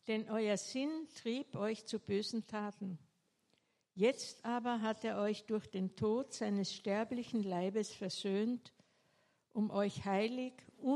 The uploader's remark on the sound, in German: eine kleine Predigt, welche bei einem Austauschgottesdienst gehalten wurde